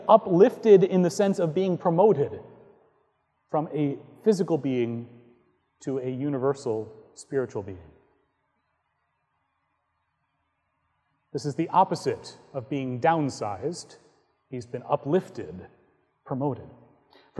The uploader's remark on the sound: Recorded on May 13, 2018 at Trinity Presbyterian Church in Bixby, Okla.